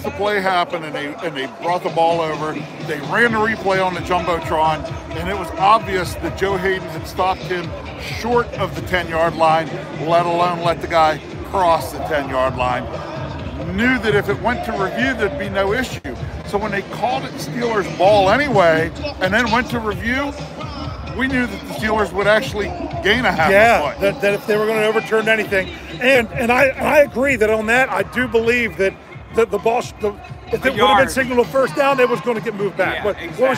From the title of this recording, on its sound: Live Report from Heinz Field after Week 15